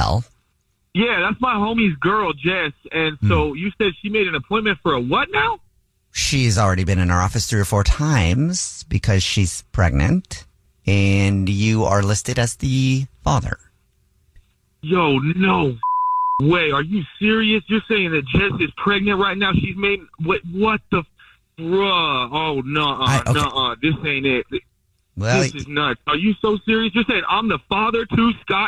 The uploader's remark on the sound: Phone Pranks